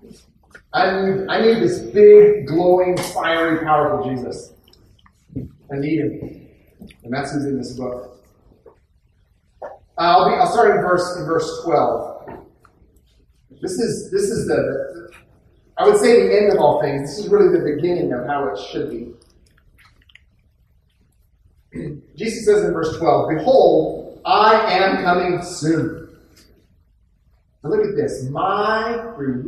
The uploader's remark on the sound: poor audio quality